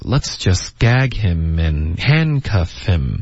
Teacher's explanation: Gag 跟 hand 是我们主要的重音